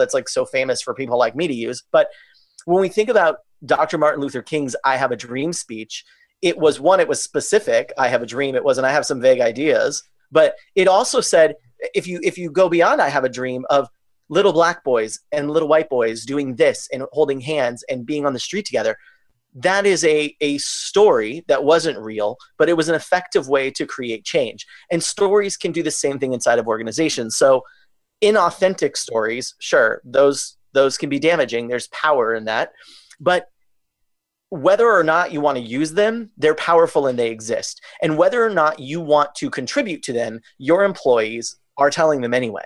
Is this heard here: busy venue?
no